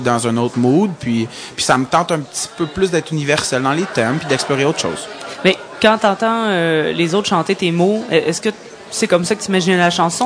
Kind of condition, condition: setting, busy venue